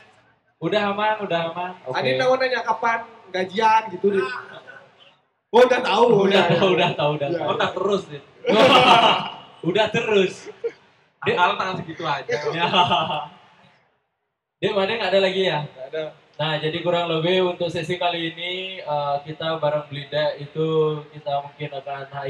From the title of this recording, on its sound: Live at Creator Corner by HIPMI Denpasar